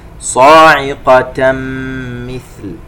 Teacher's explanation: تنوين وبعده الميم إدغام بغنة